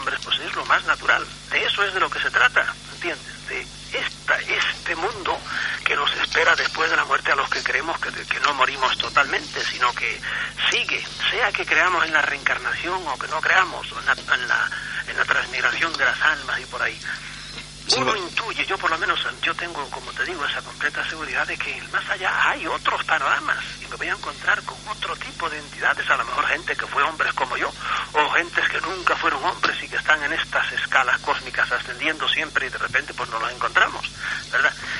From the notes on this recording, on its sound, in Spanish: Charla y mesa redonda sobre el tiempo desde la fisica. Charla telefonica.